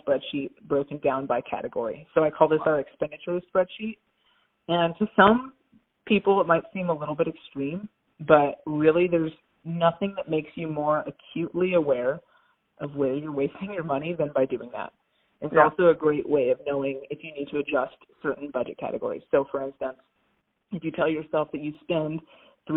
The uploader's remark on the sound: Phone Audio.